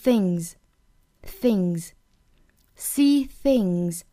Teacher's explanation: 并且尾音的话呢读成一个浊辅音 z 的状态